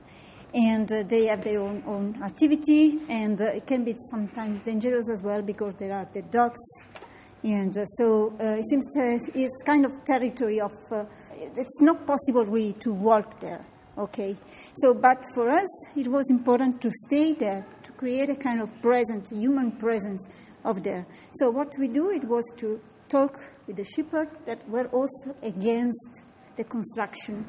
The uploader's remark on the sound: The medieval heart of Vic, in Catalunya; its narrow streets are not very conducive to recording an interview as sounds reverberate off the stone facades. As they weave through the bustling streets in search of ambient calm, their much interrupted conversation.